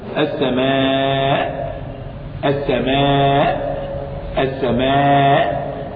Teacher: هل كلمة السماء تنطق من غير الهمزة؟ لا، لا بد من الهمزة، فهي من أصل الكلمة